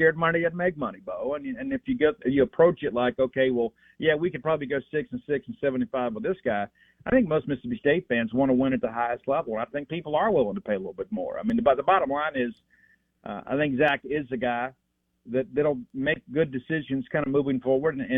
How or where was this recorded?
phone line